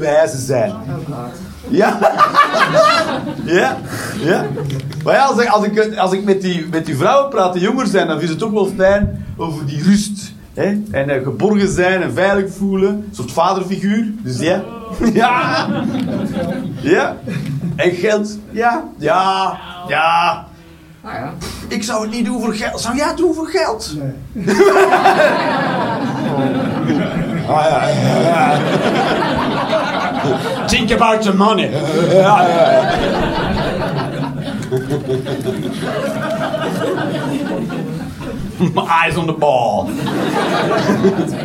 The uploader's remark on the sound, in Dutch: Live 29 maart 2023, Club Haug, Rotterdam